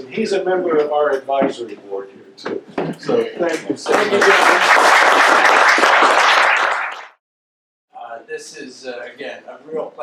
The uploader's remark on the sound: during a lecture on June 25, 2018, at The Institute of World Politics